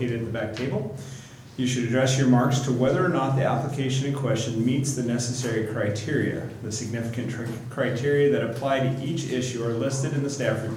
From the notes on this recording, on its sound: Live recording of the Oct 9 Astoria Design Review Committee meeting.